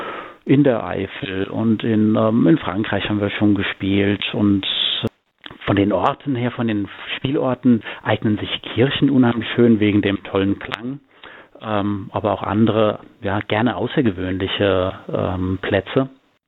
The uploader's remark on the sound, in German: Gärtnerei Maulbeergarten. Die GIGparade ist das Live-Konzert Magazin von Radio Darmstadt für die regionale Musik- und Kultur-Szene Darmstadts. Werden die Musiker und Künstler per Telefon direkt in die Sendung zum (Live-)Interview hinzu geschaltet.